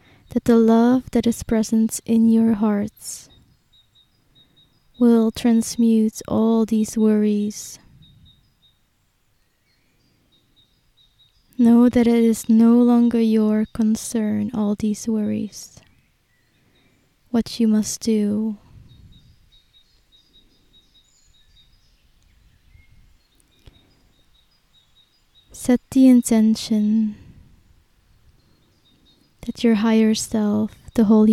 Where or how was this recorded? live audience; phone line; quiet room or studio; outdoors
outdoors